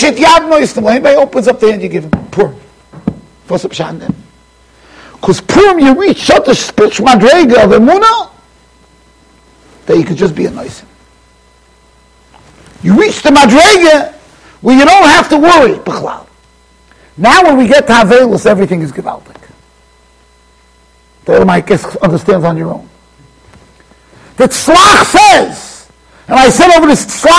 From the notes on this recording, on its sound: Shiur recorded in Yeshivas Ohr Reuven, Monsey NY.